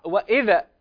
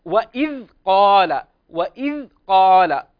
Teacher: حرف الذال هنا ليس من حروف القلقلة، إنما تسكنه سكونا خالصا · Shown in: second take